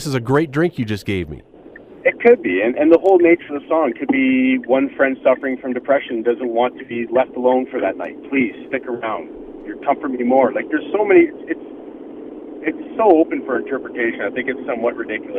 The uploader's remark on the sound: opens the phone lines to find out what you think